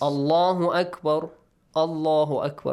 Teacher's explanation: we pronounce Allah heavily because Hamzatul Wasl has a fatha.